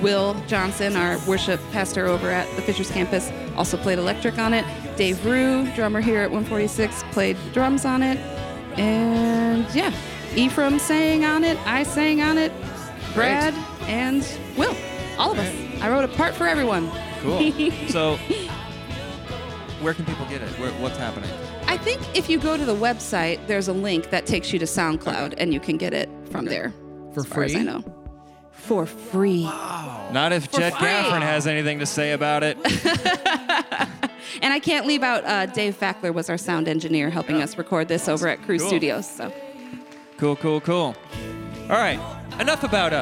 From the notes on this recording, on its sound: recorded in front of a live audience!